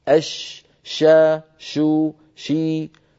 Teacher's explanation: كيفما قلبتها تجدها فيها صفة التفشي